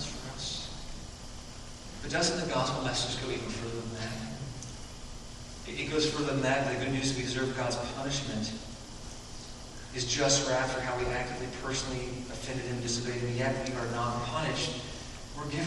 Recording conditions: poor sound quality